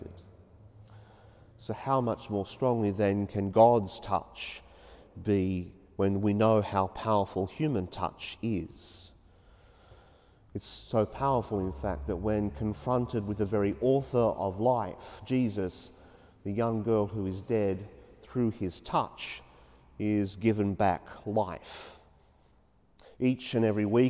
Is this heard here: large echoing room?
yes